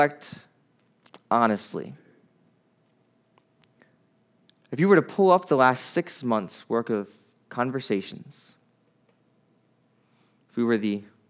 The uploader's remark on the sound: Preached at New Beginning Nazarene Church in Mt. Airy, MD.